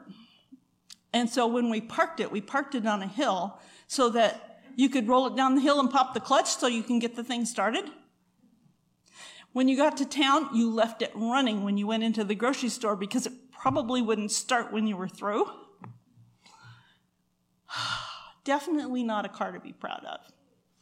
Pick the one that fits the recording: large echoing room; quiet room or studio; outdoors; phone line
large echoing room